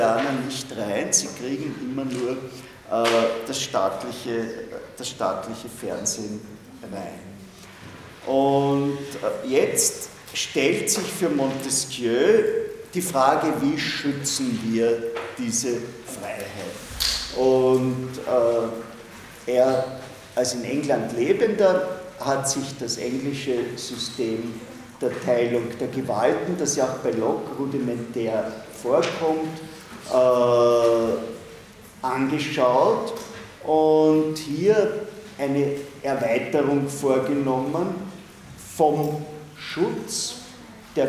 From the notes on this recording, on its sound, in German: Diese Vorlesung wurde von Studierenden aufgenommen